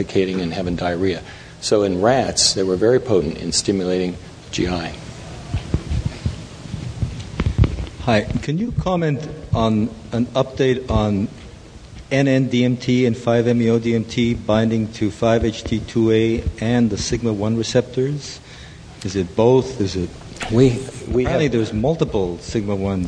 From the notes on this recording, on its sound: Taken from the Psychedelic Science '13 conference